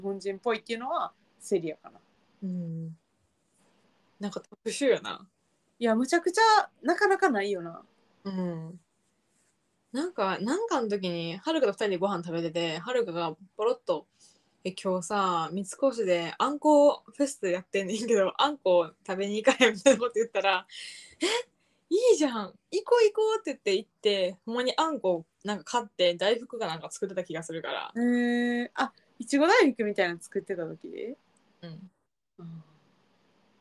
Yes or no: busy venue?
no